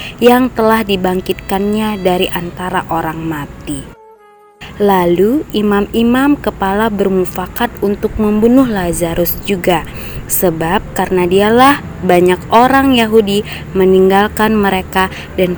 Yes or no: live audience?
no